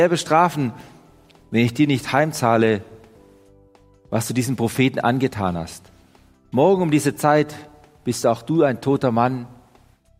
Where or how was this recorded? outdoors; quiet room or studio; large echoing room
large echoing room